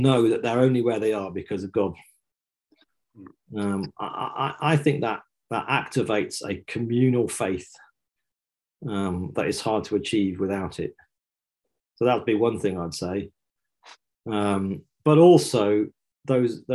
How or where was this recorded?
video call